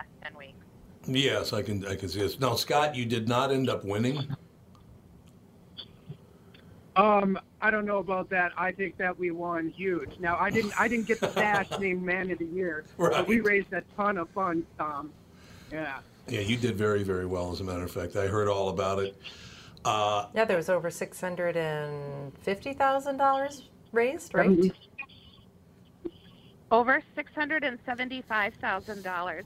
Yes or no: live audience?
no